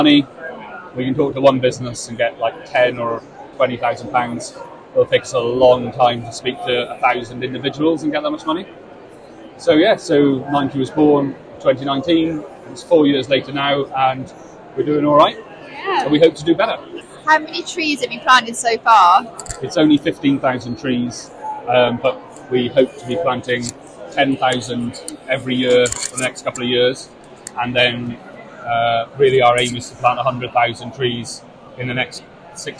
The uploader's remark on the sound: FYI The Blue Earth Summit was incredibly busy! There is back ground noise but hopefully you will take away something from the mini podcasts we managed to record.